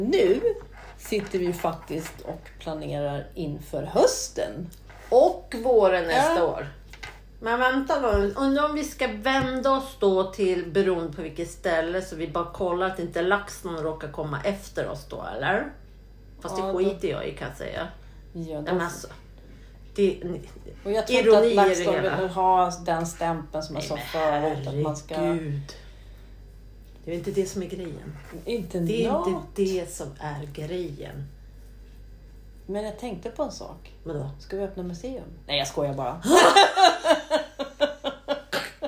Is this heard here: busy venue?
no